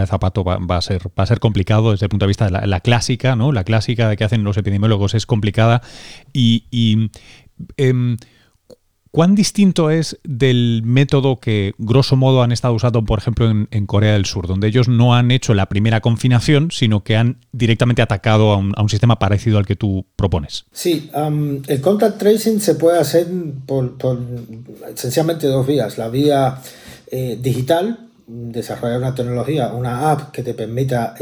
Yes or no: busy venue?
no